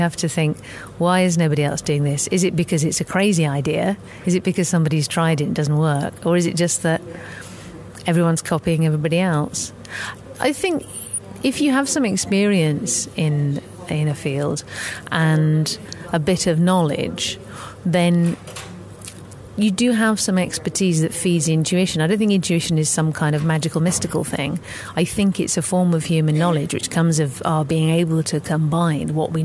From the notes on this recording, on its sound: We caught up with her at the Women in Business conference in Belfast.